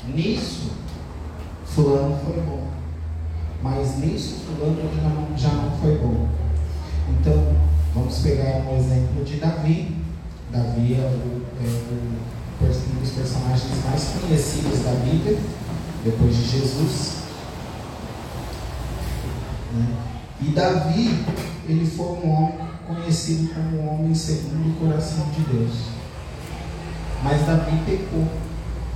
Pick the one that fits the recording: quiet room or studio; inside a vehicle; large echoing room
large echoing room